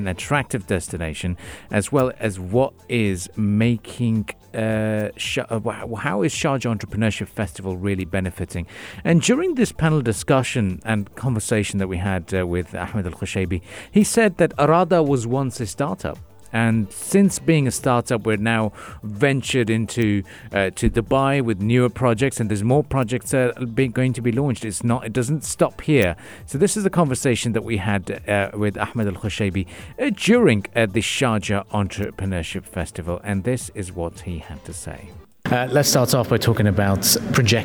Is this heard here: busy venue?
yes